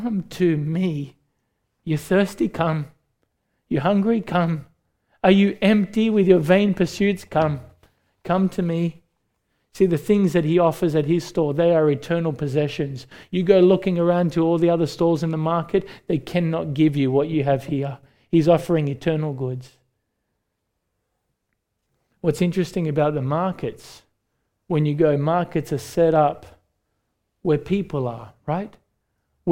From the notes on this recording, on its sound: recorded live at Grace Community Bible Church